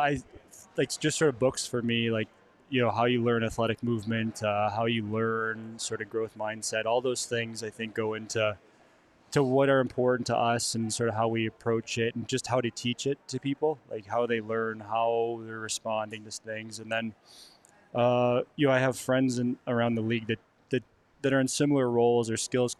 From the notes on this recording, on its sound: live at the Ice Den Scottsdale